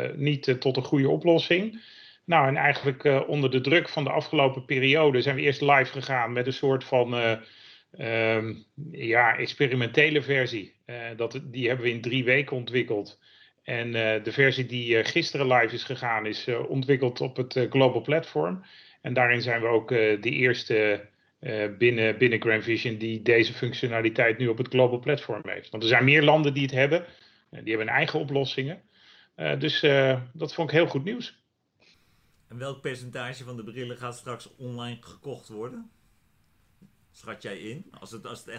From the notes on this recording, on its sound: Thoughtful Thursday webinar